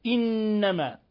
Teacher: إنما نون مشددة تغن مقدار حركتين